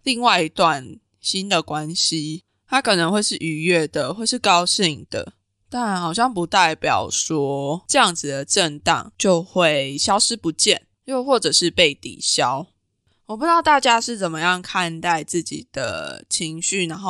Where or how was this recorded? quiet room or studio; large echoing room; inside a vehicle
quiet room or studio